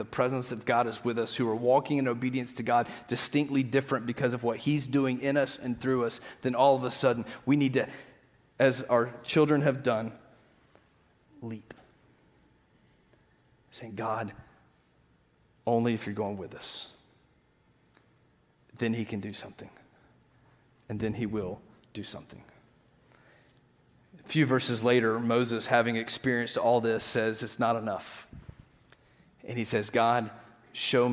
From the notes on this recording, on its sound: Green Hill Church Live - Second Service.